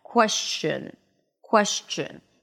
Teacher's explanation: you might be hearing people pronouncing this word more with a sh sound